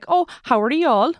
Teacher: The Y just gets completely dropped.